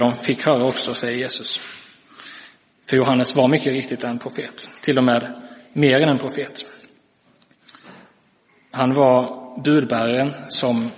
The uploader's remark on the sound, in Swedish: Inspelad i Roseniuskyrkan den 17 december 2023.